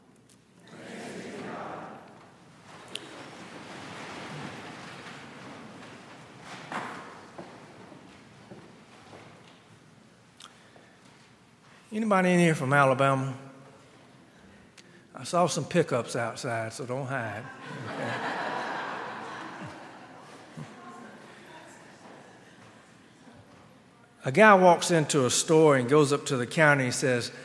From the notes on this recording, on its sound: on Sunday, June 16, 2019, at Highland Baptist Church